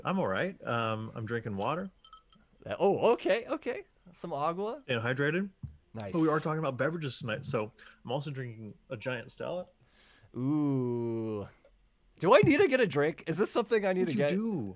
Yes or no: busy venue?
no